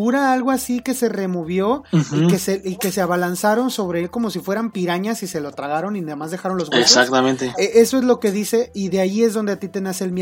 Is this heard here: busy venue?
no